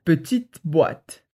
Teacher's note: On prononce pas le E, mais on fait le T.